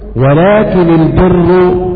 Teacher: قرأ نافع وابن عامر ولكن البر بتخفيف النون ولكن على معنى الاستدراك فقط والبر مرفوعة على الابتداء وقرأ باقي